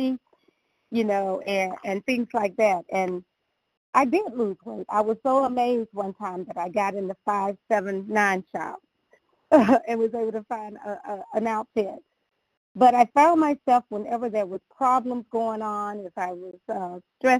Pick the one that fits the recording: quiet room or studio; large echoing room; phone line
phone line